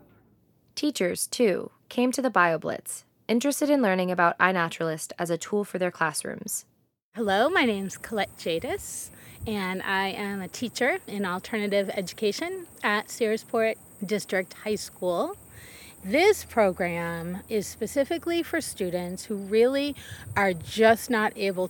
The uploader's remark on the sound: Soundscape from Bass Harbor Head Light including buoy bells, waves lapping, and birdsong.